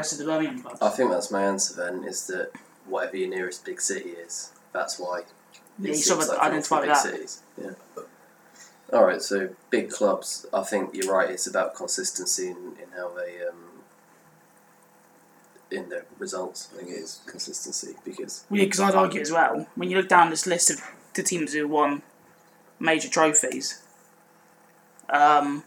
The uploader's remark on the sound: Apologies for the audio quality in this episode!